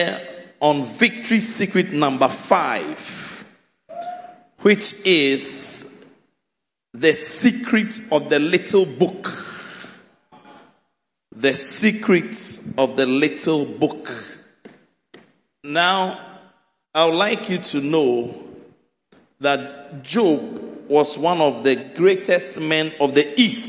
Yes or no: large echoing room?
yes